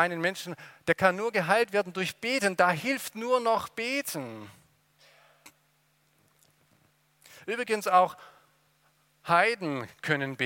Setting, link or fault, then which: setting, large echoing room